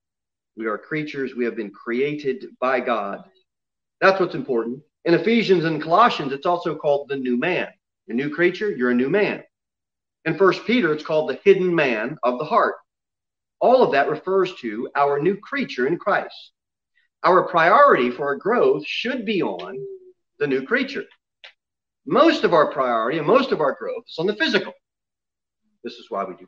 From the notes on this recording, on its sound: Sermon delivered at Pilgrim Baptist Church on Sunday, June 13, 2021, at 11:15 am.